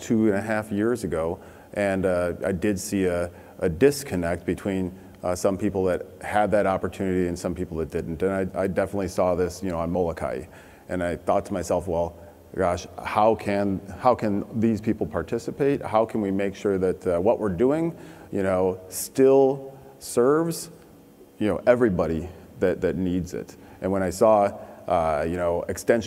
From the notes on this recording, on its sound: The best of live interviews from GreenBiz events.